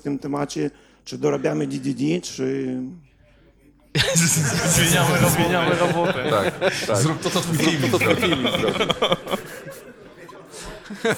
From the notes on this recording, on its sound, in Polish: LIVE PHPers Summit 2023. Mikrofony i reszta sprzętu wylądowała w jednej z hal Międzynarodowych Targów Poznańskich. A na sali pojawiło się kilkaset zainteresowanych rozmową osób.